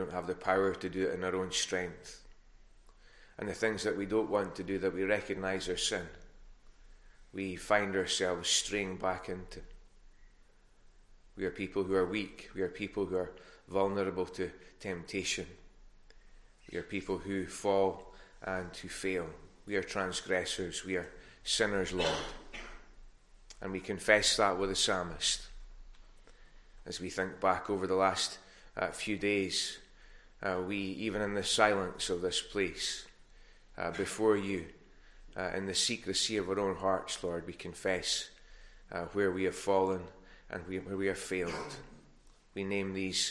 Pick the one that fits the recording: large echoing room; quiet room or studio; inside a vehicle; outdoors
large echoing room